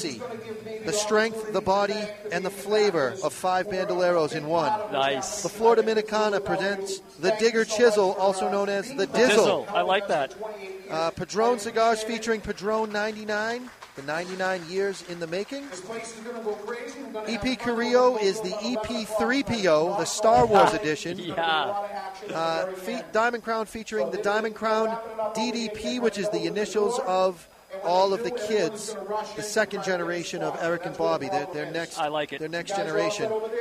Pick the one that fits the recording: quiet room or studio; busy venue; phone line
busy venue